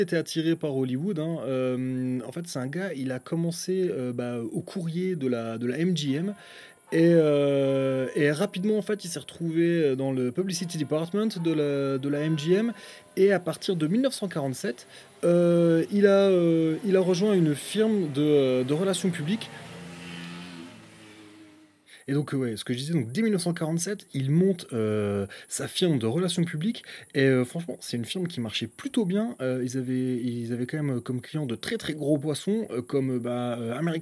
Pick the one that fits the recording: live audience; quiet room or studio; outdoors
outdoors